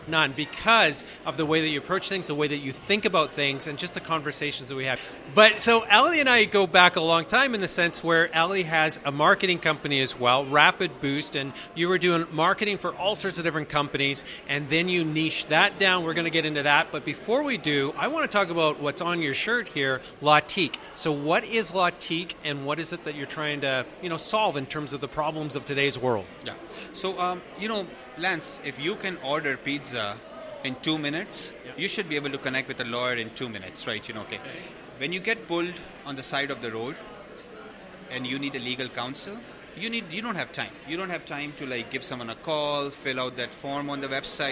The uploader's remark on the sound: We’re at the Edmonton Unlimited Open House, and we’re speaking to a lot of incredible entrepreneurs.